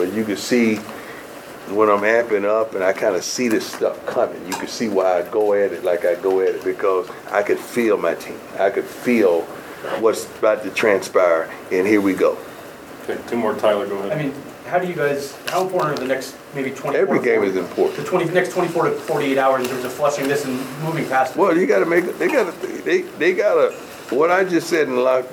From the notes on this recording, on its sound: Post-game press conference. At Folsom Field.